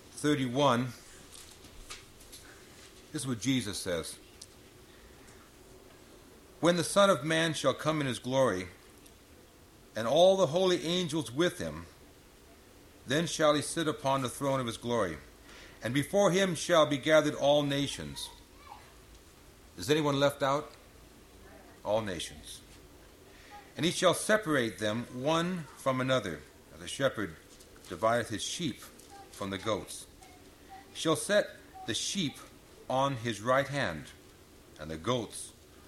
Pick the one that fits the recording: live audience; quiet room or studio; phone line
live audience